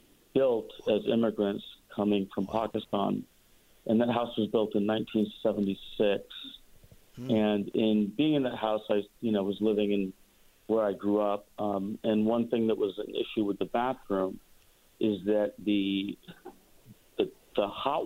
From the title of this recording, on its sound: More Phone Calls